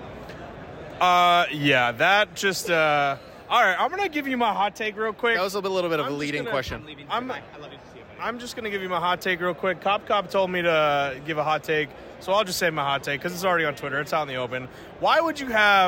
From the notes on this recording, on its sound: Interviewed at MagicCon Chicago about their con experience. He also gathered some audio clips from those generous enough to give them about their own con experiences.